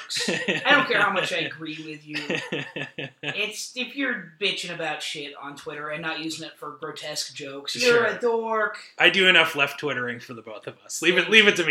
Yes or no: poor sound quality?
yes